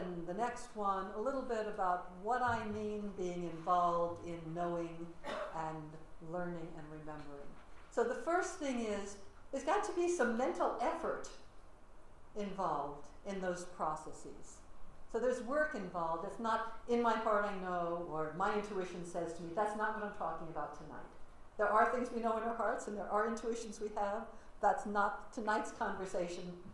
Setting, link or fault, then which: setting, large echoing room